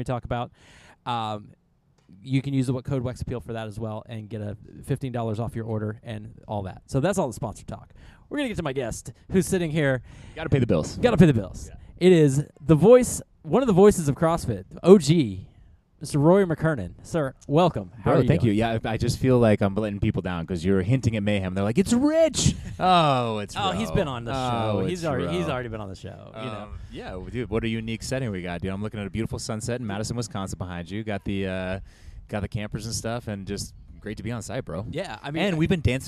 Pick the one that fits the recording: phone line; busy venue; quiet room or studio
busy venue